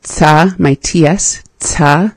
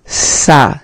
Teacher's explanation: They kind of sound very similar to me, and I'm in the process of practicing saying them clearly. So I struggle with making my tsa, my TS, tsa, and it sounds more like a sa, just an S. So here, I might be able to say it better, better just as the full word.